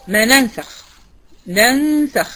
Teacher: ننسخ الأولانية مفتوحة والتانية ساكنة، حكم الإظهار. يبقى عندي المتمثلين المطلق هما الحرفان اللذان اتحدا اسما ورسما وصفة ومخرجا، وكان الأول متحرك والتاني ساكن، وسمي مطلق لأنه مش مقيد لا بصغير ولا بكبير، وحكمه وجوب الإظهار.